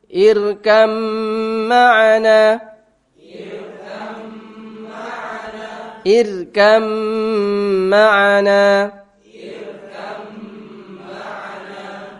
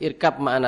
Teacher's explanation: langsung baknya hilang, langsung masuk mim. · Shown in: first take · Term: kamil